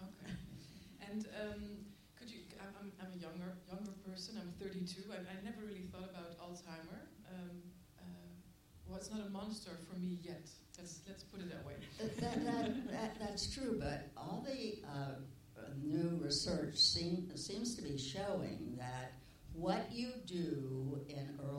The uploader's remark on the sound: IDFA Q&A 21 November 2016